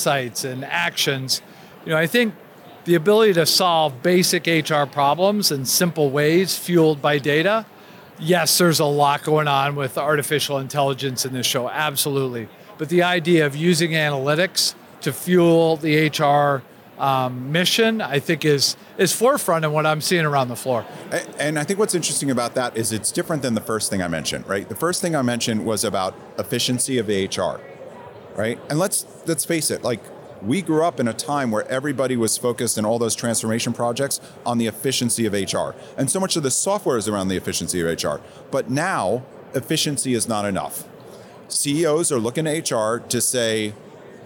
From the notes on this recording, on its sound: Live from the floor of the 2023 HR Technology Conference